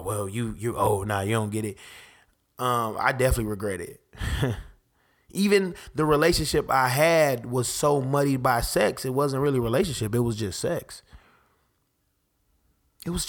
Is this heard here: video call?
no